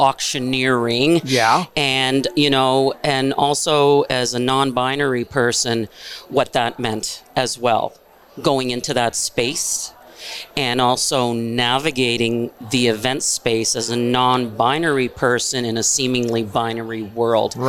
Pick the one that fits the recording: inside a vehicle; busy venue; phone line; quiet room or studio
busy venue